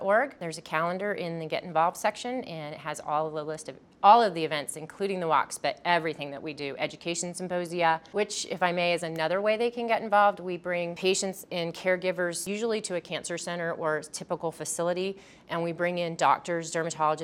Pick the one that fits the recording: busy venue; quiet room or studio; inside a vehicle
busy venue